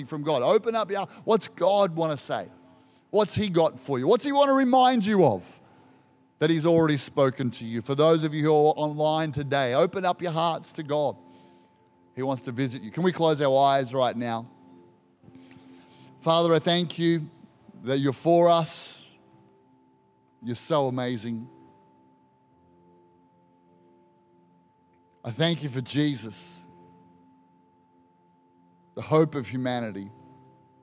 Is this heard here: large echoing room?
yes